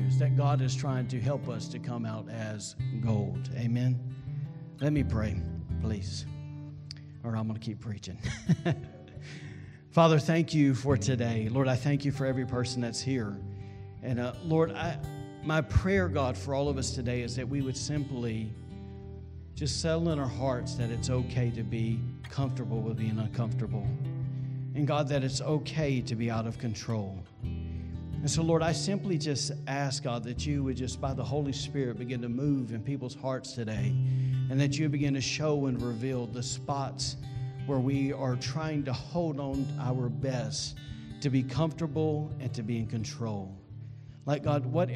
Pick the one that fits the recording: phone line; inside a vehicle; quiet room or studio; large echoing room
large echoing room